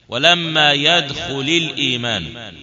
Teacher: ستلتقي لامان ساكنتان، فنتخلص من التقاء الساكنين هنا بالتحريك